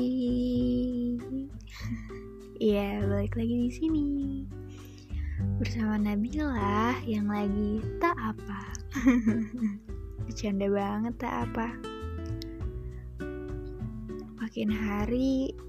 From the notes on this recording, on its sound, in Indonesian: Maaf banget untuk suara notifikasi yang menganggu, karena ini sekali take jadi gapapa di post!